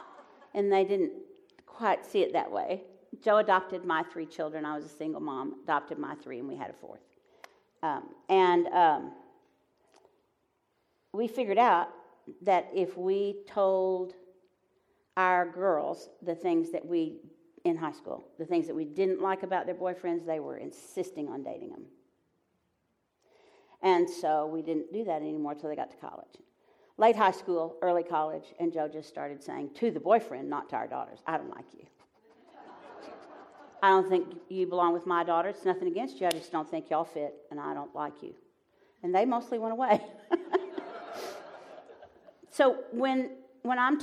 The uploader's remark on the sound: Live from Pepperdine